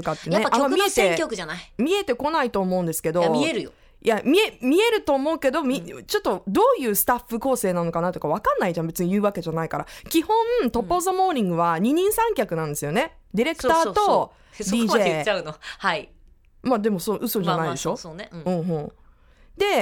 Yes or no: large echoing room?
no